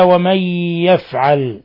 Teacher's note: نون ساكنة جاء بعد حرف الياء، والياء من حروف ينمو، فهذا الحكم التجويد إضغام بغنة